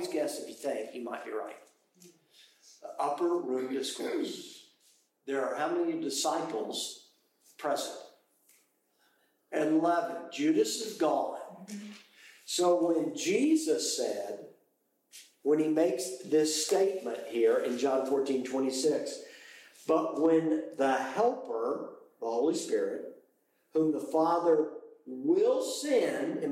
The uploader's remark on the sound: Apologies for the poor audio quality due to a technical issue.